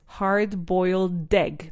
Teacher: Aprovecha esa de y la junto con la e de egg.